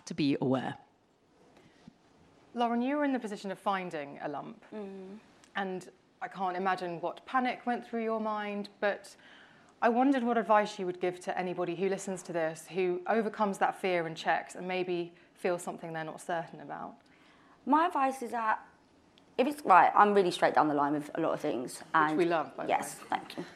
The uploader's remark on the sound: Recorded in front of a live audience. This episode was recorded LIVE at Estée Lauder HQ in Central London to kick of the UK Breast Cancer Awareness Month Campaign.